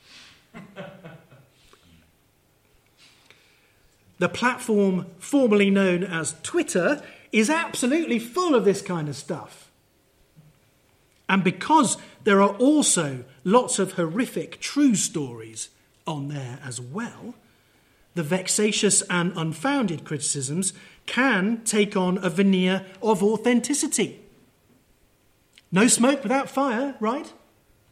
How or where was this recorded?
live audience